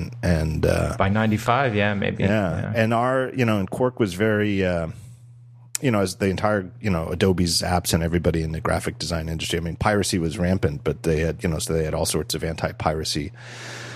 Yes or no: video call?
no